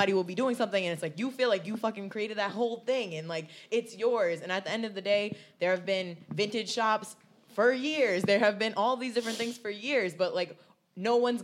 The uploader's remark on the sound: Live at Trade